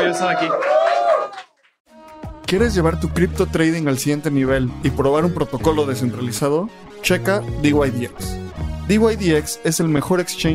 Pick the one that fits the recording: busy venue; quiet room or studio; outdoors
busy venue